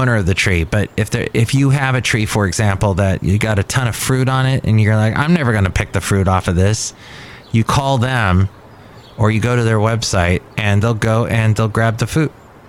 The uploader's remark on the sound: podcasts live from Café Anyway